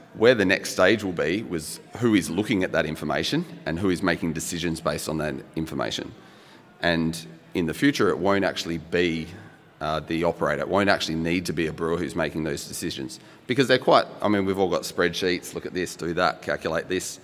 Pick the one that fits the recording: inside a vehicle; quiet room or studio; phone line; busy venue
busy venue